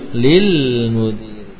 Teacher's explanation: kalau lam masuk ke dalam suatu kata yang awalnya ada alnya, alifnya hilang, ya, alifnya hilang, langsung lam ketemu lam. · Term: Lam langsung ketemu lam